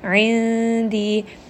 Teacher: hide this noon within the makhraj of the dal · Term: ikhfa